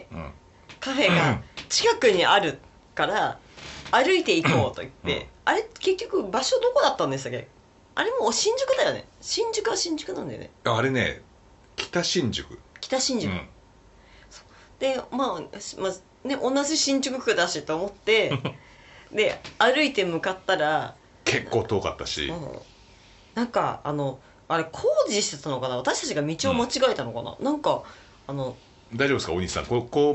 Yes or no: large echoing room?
no